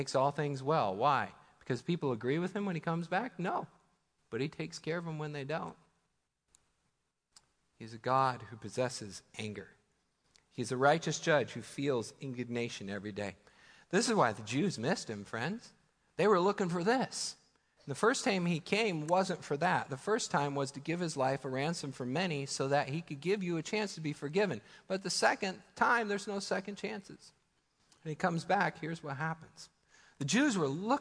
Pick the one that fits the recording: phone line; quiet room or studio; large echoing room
large echoing room